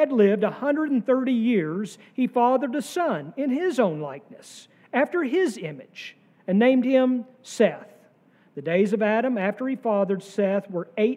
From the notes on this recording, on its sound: sermon from our worship service on June 18, 2023